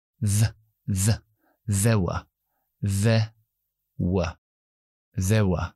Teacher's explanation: Lengua entre los dientes para la TH muy importante y sopla con voz.